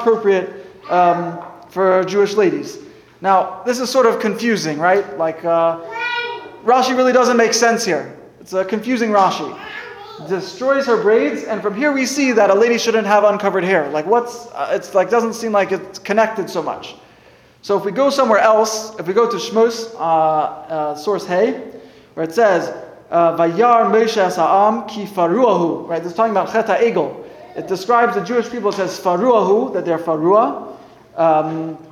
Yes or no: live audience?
yes